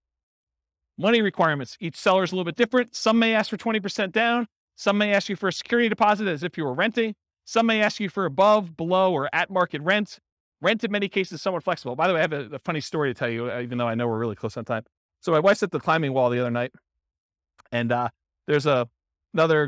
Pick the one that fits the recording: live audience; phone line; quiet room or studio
live audience